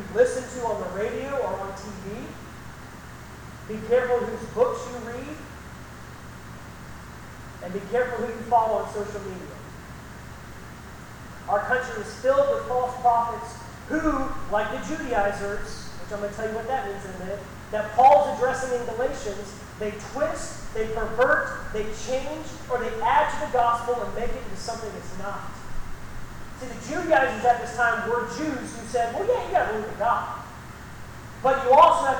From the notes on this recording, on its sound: This message was preached at Baymeadows Baptist Church on Palm Sunday 2019. The recording is not the best quality, and I tried to enhance it, but it just couldn't be fixed.